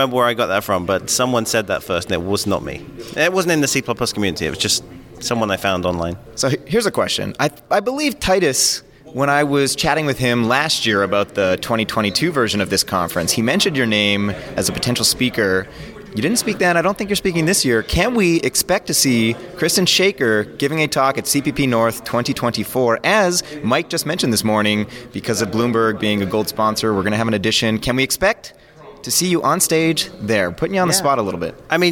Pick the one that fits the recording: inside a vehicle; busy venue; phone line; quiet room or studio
busy venue